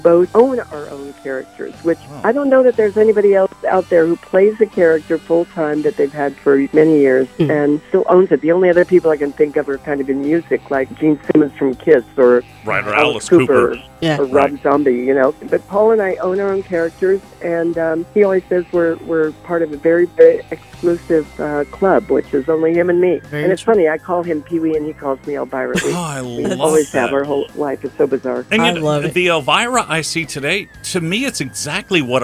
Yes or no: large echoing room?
no